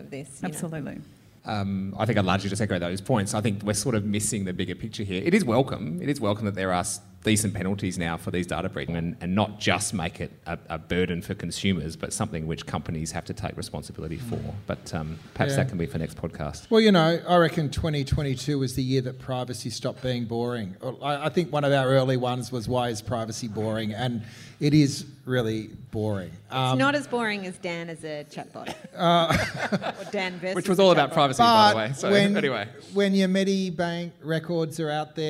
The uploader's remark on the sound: Burning Platforms Live in Melbourne